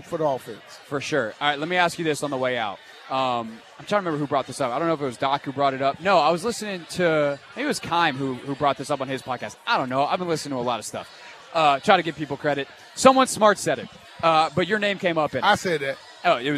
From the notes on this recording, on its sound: Audacy Sports hosted the biggest party in the DMV to celebrate the sale of the Commanders from Dan Snyder to Josh Harris! Hosted his radio show live from the event.